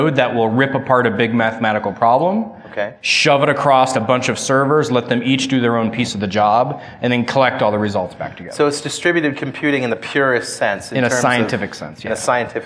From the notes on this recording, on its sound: Another panel discussion from DevConnections.